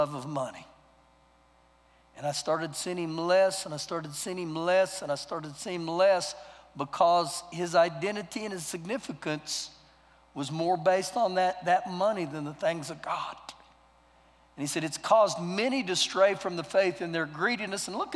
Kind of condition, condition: setting, large echoing room